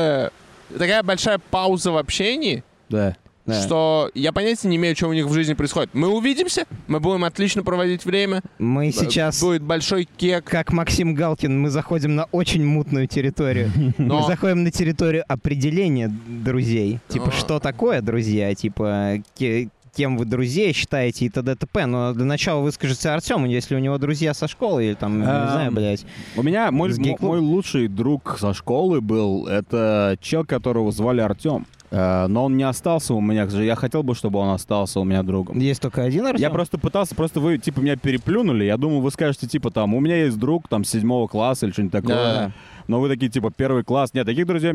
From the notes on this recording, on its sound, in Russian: Мы не будем бесконечно записываться на пляже